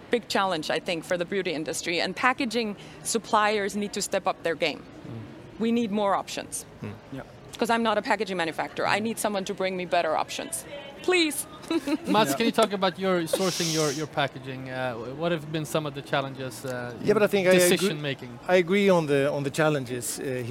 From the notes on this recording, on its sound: a live talk we hosted at CIFF, Copenhagen International Fashion Fair